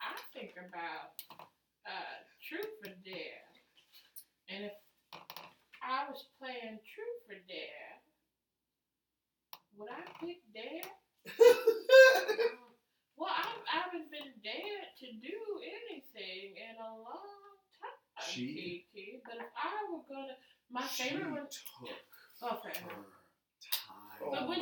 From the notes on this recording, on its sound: My producer and cat Buddy thought it would be interesting to unplug the mic because the cord looks like a snake; this sesh is recorded off the laptop mic.